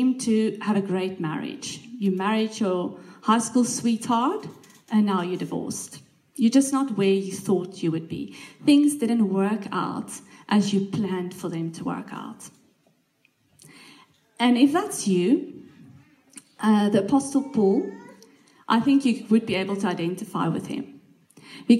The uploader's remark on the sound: This message was recorded live at our Malmö Gathering on Sunday, September 10th, 2023. C3 Church Malmö & Lund.